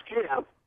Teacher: camp in Maine is two syllables, and it's distinguished by two different pitches in the word · Term: Maine accent